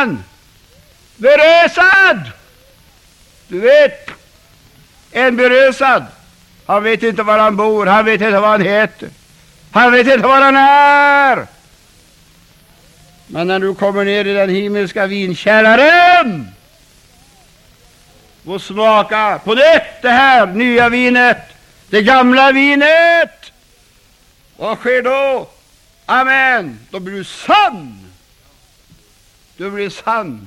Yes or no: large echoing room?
yes